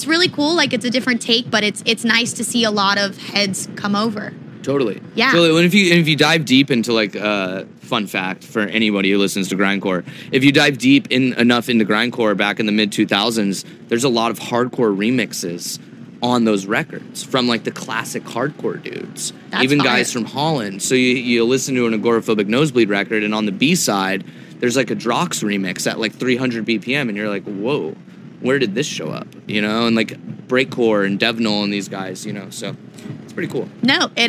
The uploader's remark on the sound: Live from Forbidden Kingdom